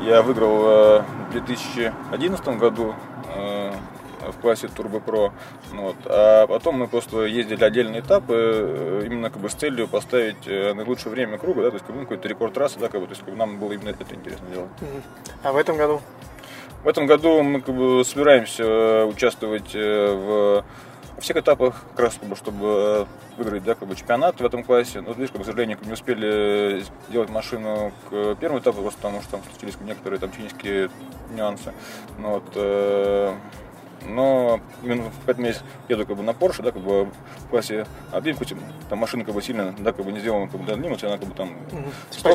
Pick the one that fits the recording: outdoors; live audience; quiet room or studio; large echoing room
outdoors